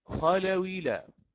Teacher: وهذا الألف كما قلت المدي لا يعتد به، فقرأنا للإمام ورش خلاويلا، فأخذت الواو أخذت كسرة همز القطع الذي يليها، كسرة همز القطع الذي يليها، وقرأنا خلاويلا مباشرة بعد الواو الكسر أتينا باللام، لذلك قلنا مع حذفها. · Term: النقل